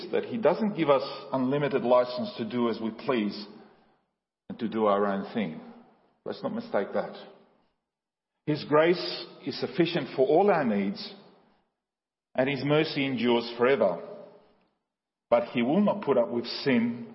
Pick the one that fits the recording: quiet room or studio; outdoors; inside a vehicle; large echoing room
large echoing room